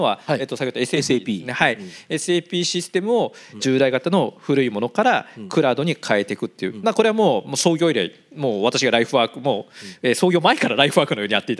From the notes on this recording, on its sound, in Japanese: 2022年11月26日、東京・梅田で行われた「ラジオNIKKEI 相場の福の神 注目企業ＩＲセミナー」からＢｅｅＸ（4270・東証グロース）のＩＲプレゼンをお聴きください